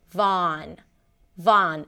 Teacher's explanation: A V sound, ah, as in father, or you can even round the lips a little bit, and then an N.